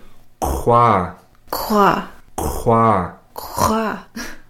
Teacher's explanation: It's the back of the mouth, not the back of the throat, but the back of the mouth. It's almost like if you were to gargle water.